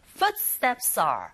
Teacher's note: 기능어이기 때문에 강사를 받지 않아서 footsteps are. S라는 자음의 소리와 R의 아 이 부분에 모음이 연결되니까 연음 현상이 일어나죠